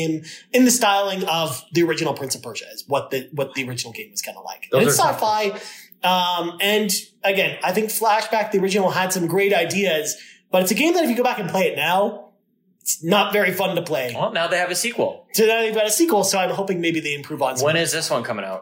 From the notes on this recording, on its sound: We recorded this podcast in person during our trip to Xbox FanFest in Toronto and was recorded using limited recording equipment so the audio quality will be a bit different than our usual podcasts.